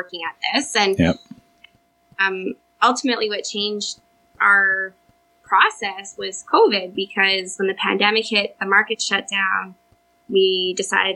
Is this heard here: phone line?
no